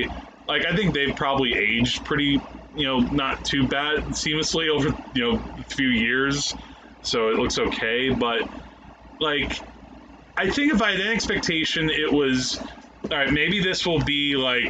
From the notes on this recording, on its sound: there were some issues with the audio recording for this episode, in part due to the air conditioner but also the placement of the mics too close to it, our apologies in advance for dip in quality